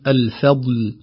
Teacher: نحذر من تفخيم الفاء قبل الضاد لئلا تؤثر عليها الضاد. البعض يقول الفضل فاء، لكن الصحيح الفضل، ذلك فضل الله والله ذو الفضل العظيم، أيضا بدون قلقلة الضاد نقول الفضل.